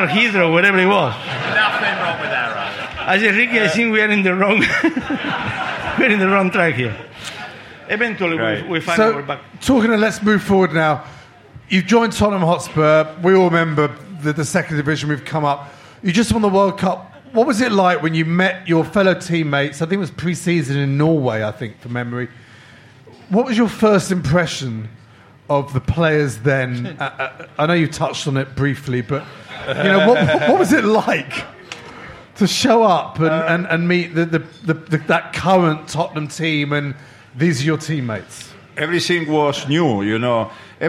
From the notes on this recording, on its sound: the live show with just 300 very close friends